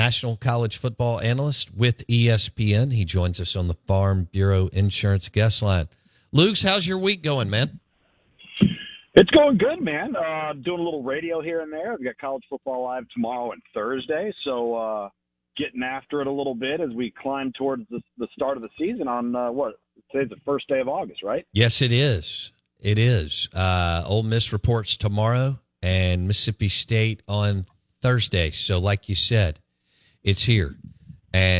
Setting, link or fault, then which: link, phone line